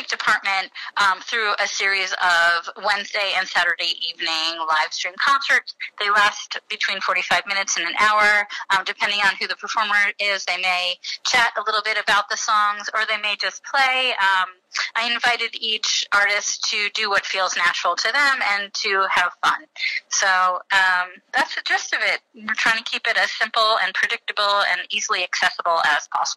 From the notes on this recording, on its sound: We got on the phone with the folks behind the online content programming for four New Jersey arts organizations